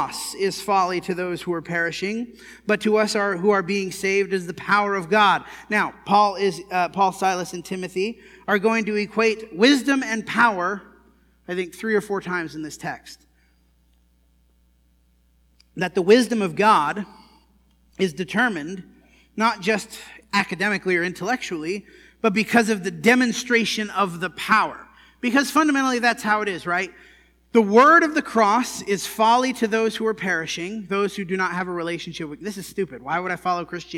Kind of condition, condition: setting, large echoing room